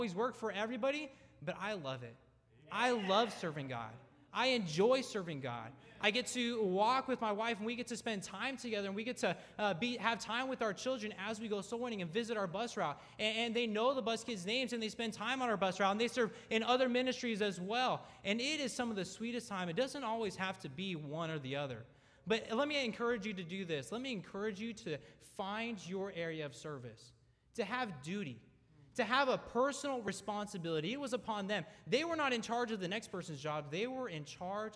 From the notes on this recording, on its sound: at North Valley Baptist Church in Santa Clara, California, during the Wednesday Evening service on January 3, 2024